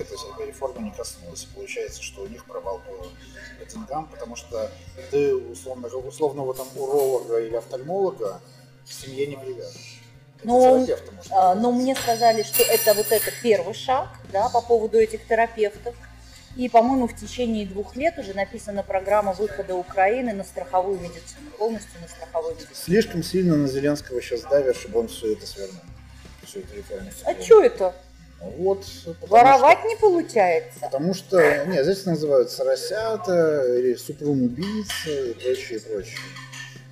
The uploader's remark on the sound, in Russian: беседу с ней мы были вынуждены записывать в сложных условиях переполненного кафе